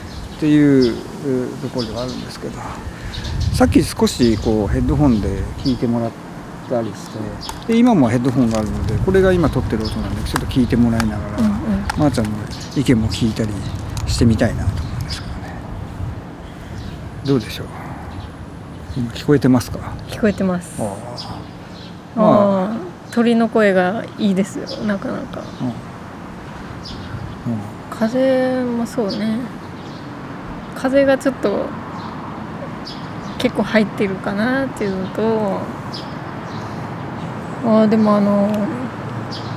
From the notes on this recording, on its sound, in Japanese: 録音環境：河川敷公園。マイクロフォン：RODE NT-4/audio-technica AT875R。